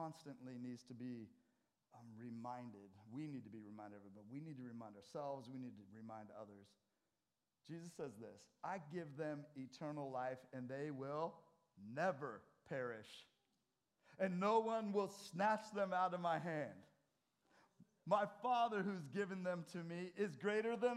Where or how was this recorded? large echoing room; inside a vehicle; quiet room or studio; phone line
large echoing room